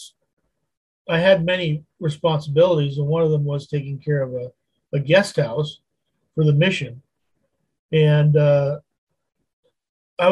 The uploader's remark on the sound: Wednesday Zoom study